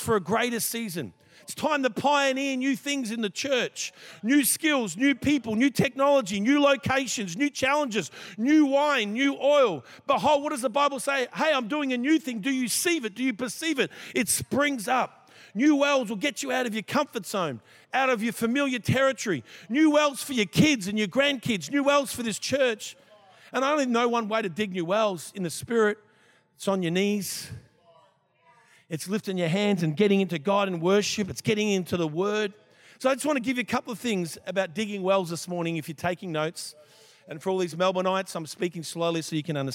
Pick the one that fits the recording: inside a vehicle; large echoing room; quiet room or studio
large echoing room